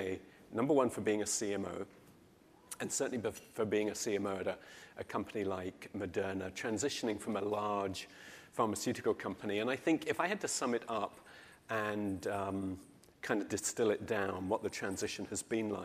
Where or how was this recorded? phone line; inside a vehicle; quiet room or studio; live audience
live audience